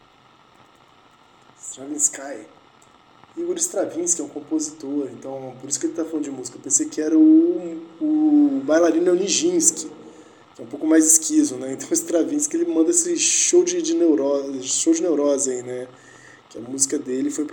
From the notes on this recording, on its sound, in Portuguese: Nos aventuramos pela jornada de gravar um episódio com uma panela de pressão em mau funcionamento.